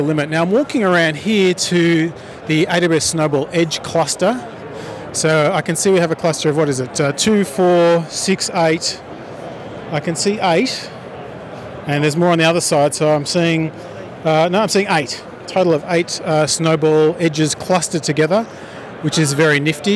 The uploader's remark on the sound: a walk around the Expo Floor